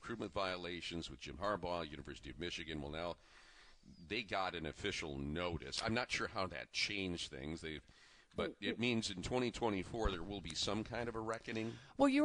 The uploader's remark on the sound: live from StartupNation for the 'JR Morning Holiday Breakfast